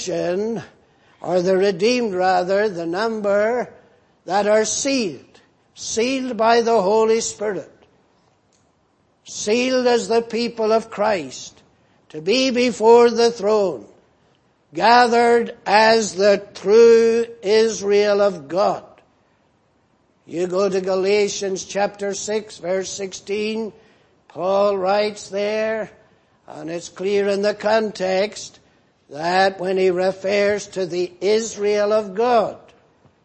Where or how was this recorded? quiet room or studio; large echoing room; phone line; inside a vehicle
large echoing room